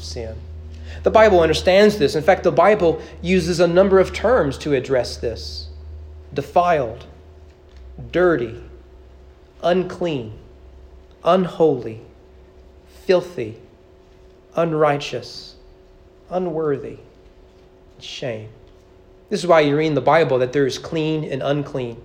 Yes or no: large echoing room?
yes